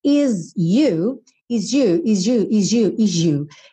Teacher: Is you, is you, is you. Se você reparar, você ouve esse sonzinho quase de J.